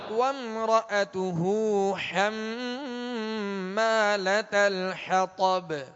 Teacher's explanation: حما میں میم مشدد ہے، نون میم مشدد میں ہمیشہ غنہ کریں گے